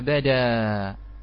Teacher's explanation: أيضا من الكلمات التي يقف عليها بالإبدال إخوتي الأحبة مثال كلمة بدأ، بدأ، يقف عليها بدأ، يبدل الهمزة إلى ألف، يبدل هذه الهمزة إلى ألف